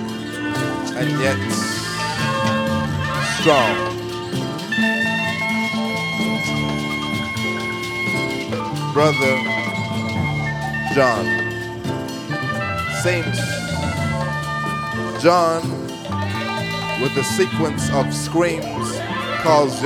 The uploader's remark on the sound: Recorded at Artists Against Apartheid at La Sala Rossa concert hall in Montreal in May 2008.